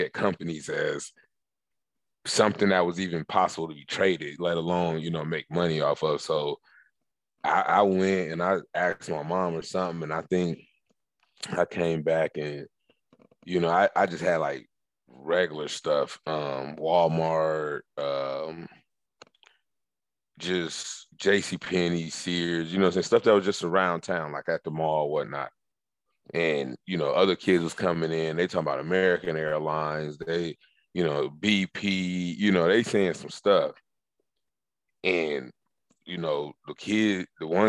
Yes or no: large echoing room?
no